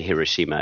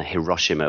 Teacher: try and put the emphasis, equal emphasis on each syllable · Shown in: first take